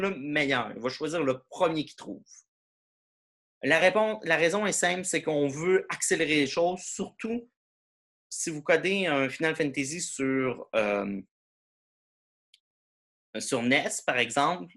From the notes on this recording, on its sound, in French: cours en ligne sur Zoom.